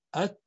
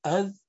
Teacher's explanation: ثم إن العرب وهي تقول تذكر أيضا تجيز أن تدغم التاء في الذال لقرب المخرج